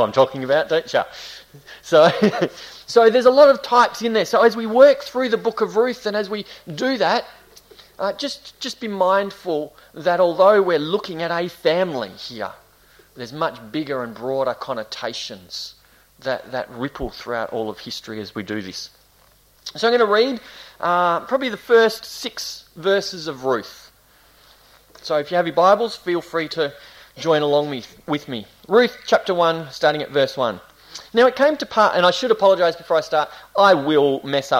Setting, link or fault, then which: setting, large echoing room